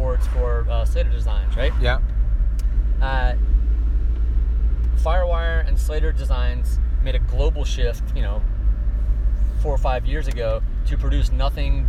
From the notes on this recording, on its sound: Recorded in his car to and from a cheeky surf session north of San Francisco.